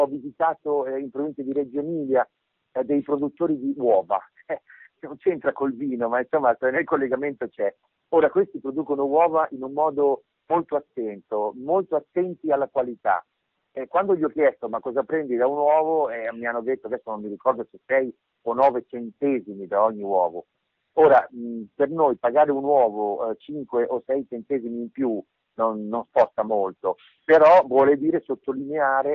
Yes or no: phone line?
yes